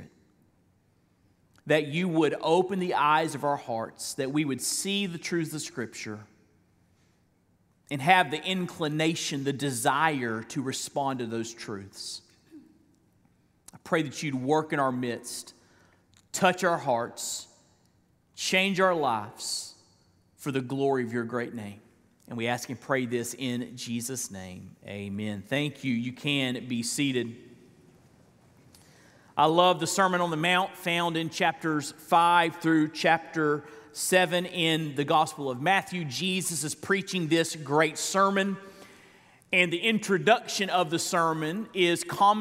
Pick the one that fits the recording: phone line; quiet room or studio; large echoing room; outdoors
large echoing room